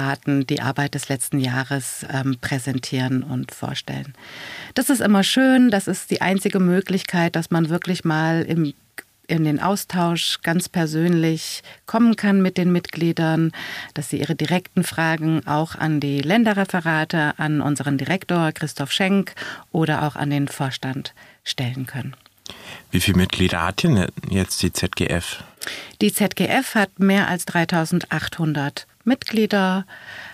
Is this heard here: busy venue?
no